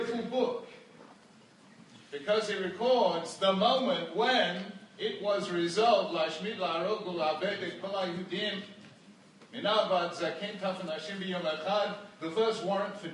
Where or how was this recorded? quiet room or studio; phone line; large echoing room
large echoing room